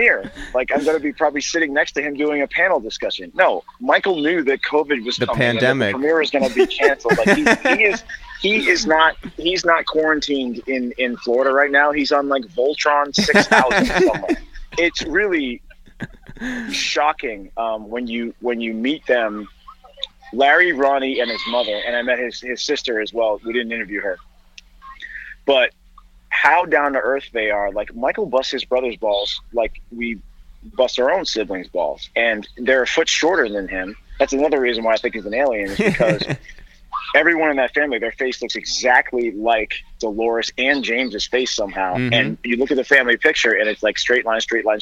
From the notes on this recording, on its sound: We make calls from our Upper West Side apartment. Then we get on the phone with our friend.